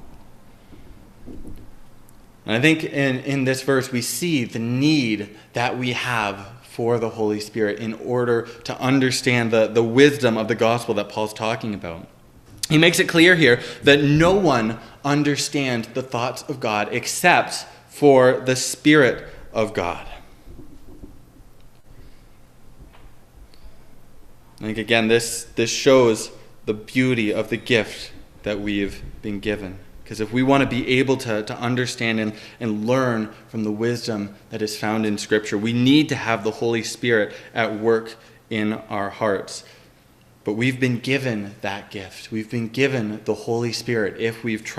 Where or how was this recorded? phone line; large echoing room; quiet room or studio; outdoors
large echoing room